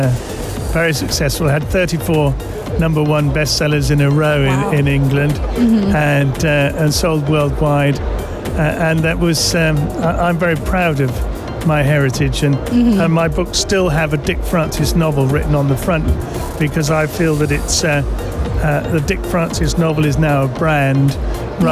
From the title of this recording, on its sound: Live from SIBF 2023